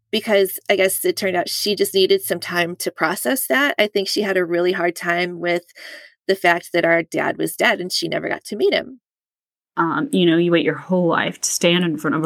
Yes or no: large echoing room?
no